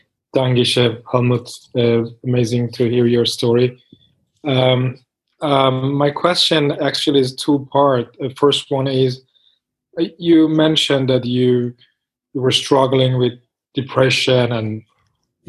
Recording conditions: video call